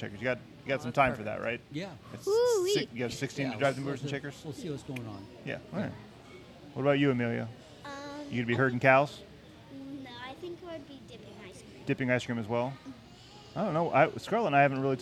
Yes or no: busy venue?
yes